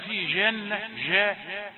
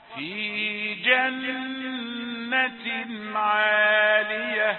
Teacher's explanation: تعطي الجيم صفة من صفات الشين اسمها صفة التفشي والانتشار الصوت · Shown in: first take